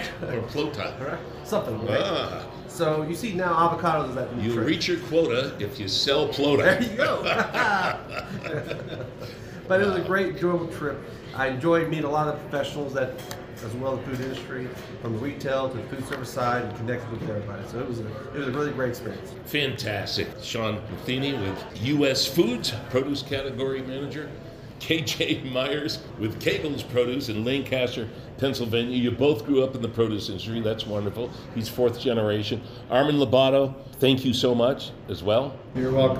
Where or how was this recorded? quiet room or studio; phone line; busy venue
busy venue